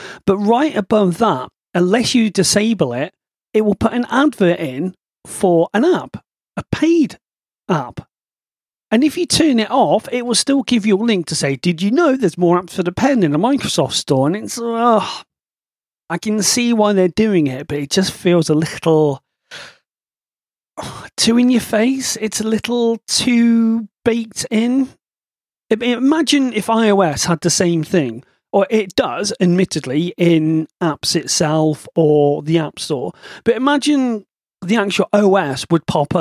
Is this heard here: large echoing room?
no